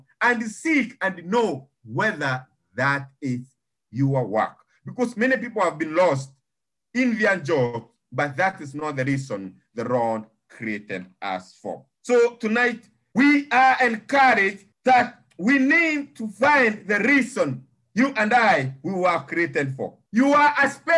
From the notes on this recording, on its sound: Thank you for praying and joining Living Effectively zoom meeting. To hear our children reading the scriptures is a blessing.